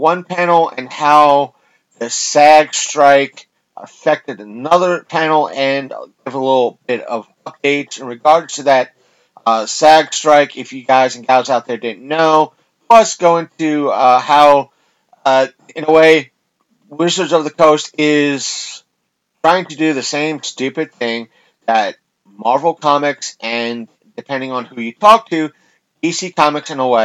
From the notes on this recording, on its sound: Fighting his mic issues